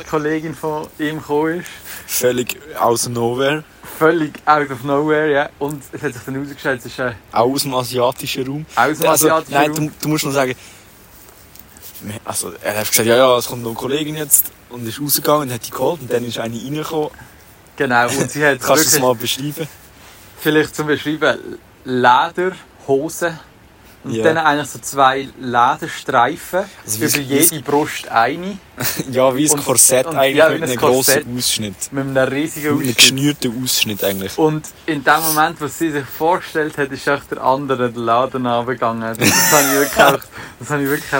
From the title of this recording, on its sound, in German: Live aus der Anflugschneise